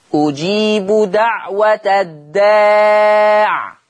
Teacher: وقفا لما هيقف ورش على الداع بسكون العين أجيب دعوة الداع العين ساكنة واخدين بالكو.